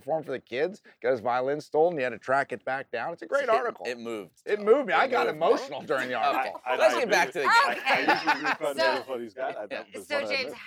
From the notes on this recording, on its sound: The crew is live from the Fiesta Bowl to talk about the big game!